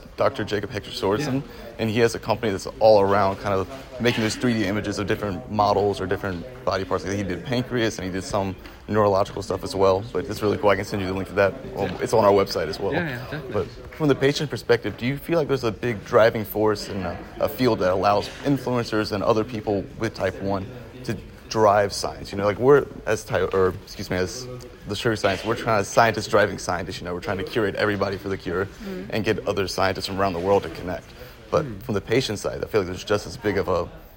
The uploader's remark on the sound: recorded during IDS Paris 2023